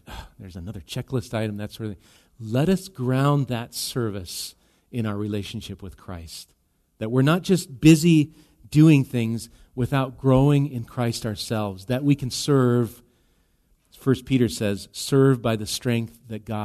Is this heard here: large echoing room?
yes